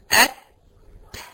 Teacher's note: ات يسمعه القريب دون البعيد، ده الهمس الصحيح، ان القريب منك بس هو اللي يحس انك همستي.